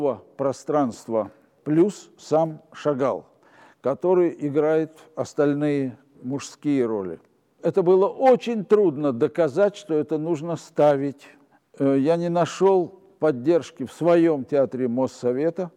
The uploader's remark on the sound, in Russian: Встреча легендарного актёра и режиссёра со зрителями в театральном клубе «Антракт».